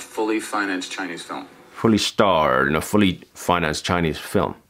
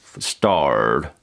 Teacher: if I bring the mid to the back of my tongue down a bit, I get much more roundness in that starred, and that's much closer to how he sounds.